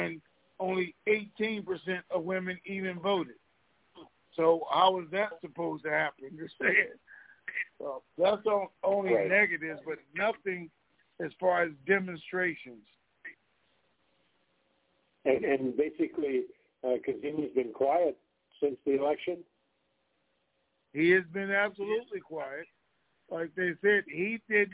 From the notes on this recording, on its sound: TNTSuperfantastic Conference Call